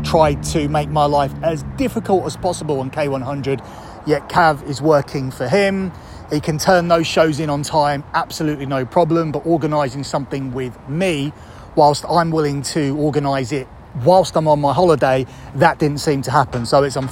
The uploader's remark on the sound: Reporting Live from Royal Rumble Superstore